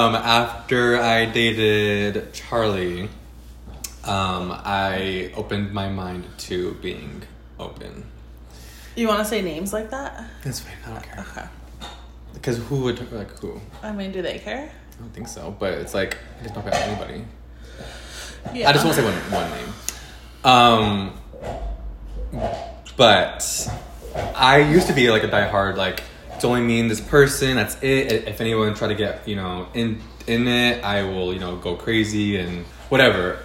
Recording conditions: sounds in the background